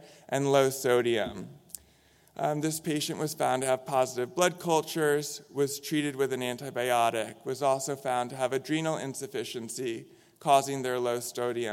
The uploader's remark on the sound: In this session recorded at DPHARM 2022